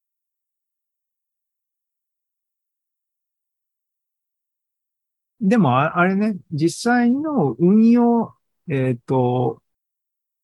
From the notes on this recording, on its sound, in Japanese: ２０２３年８月２６日に開催した ZOOMライブの模様です